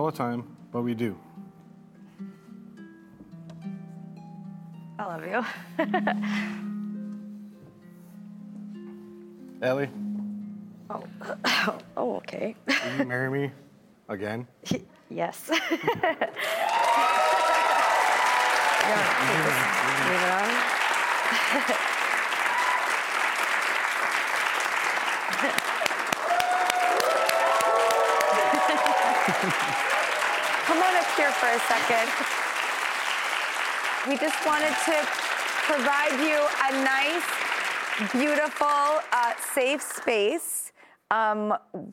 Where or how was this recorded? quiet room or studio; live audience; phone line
live audience